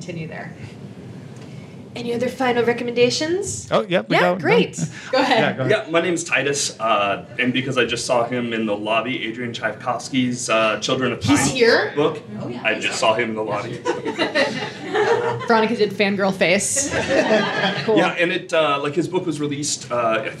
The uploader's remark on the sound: Live from Dublin WorldCon 2019! We were literally prepared with plans for if the room was empty, but no, Ireland filled our room and our hearts.